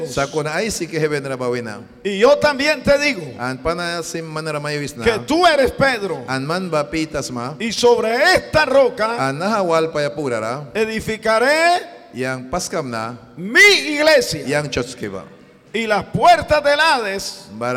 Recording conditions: large echoing room